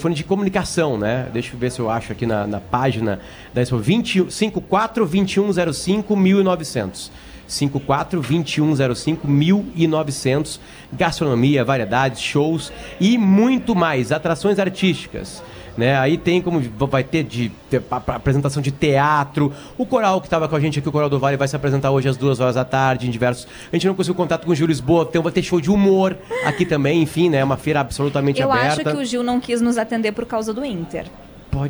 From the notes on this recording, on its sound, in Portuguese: Timeline ao vivo da abertura da Expobento e Fenavinho na Serra Gaúcha.